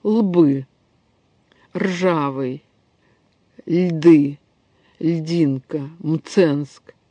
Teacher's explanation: довольно много сочетаний, начинающихся с сонанта, за которым следует шумный согласный